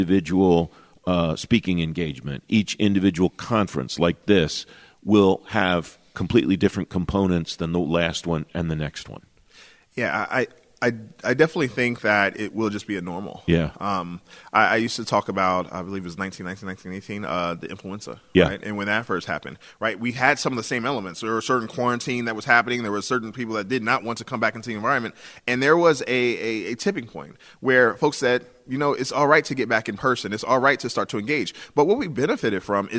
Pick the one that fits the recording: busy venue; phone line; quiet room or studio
busy venue